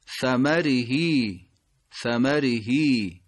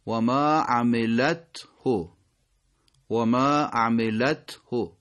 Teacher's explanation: چرا اینجا های ضمیر اشبا نمیشه؟ عدم اشبا برای چیه؟ خب چون قبلش یه حرف ساکن داریم دیگه. · Shown in: second take